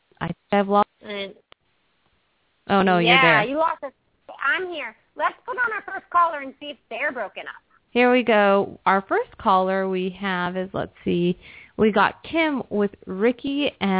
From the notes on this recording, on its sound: open up the lines for listeners to call